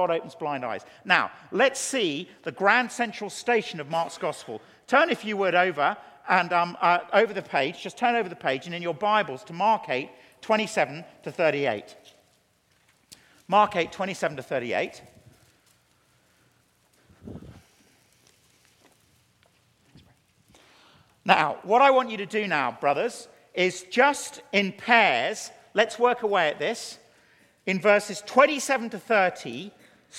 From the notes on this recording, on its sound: teaches a Keynote Session at FG11